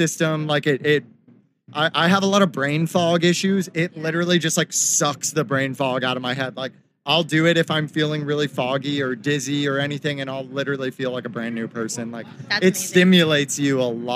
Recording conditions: busy venue